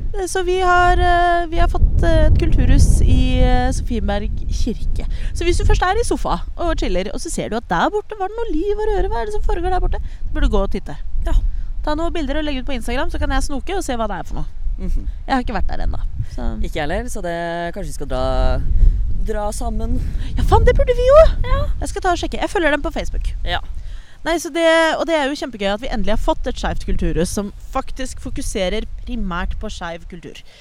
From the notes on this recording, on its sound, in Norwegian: har tatt med seg lydutstyret ut i Oslosommeren